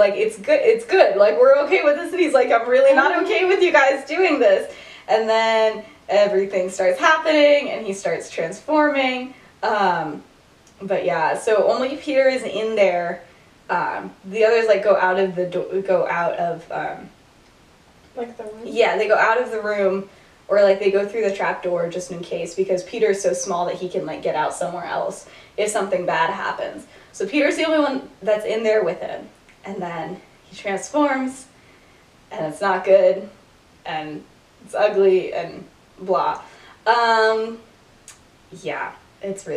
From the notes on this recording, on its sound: Bad audio. Whoops, the audio got worse.